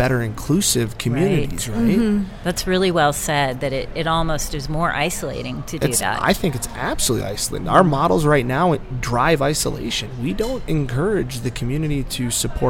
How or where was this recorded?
busy venue